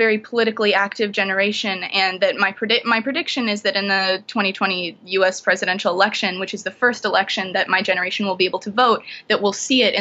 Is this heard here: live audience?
no